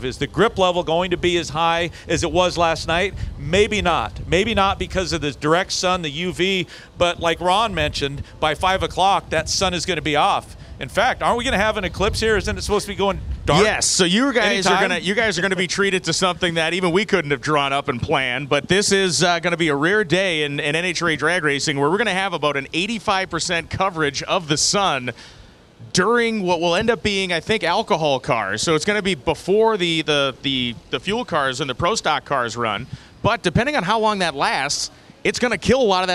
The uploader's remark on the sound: Live from the NHRA Fall Texas Nationals. We're going LIVE from the pits at the NHRA Fall Texas Nationals with three big guests at the Texas Motorplex in Ennis.